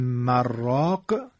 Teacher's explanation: یعنی نون در را ادغام میشه، اون وقت میشه مراق.